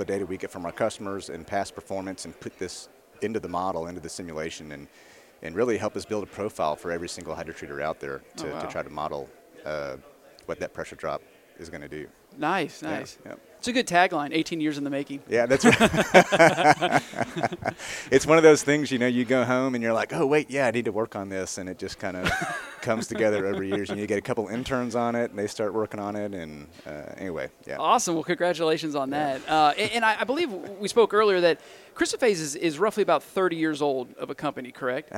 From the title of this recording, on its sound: Live at AFPM